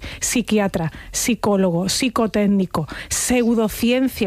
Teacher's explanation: Palabras que escribimos con PS, pero pronunciamos con S.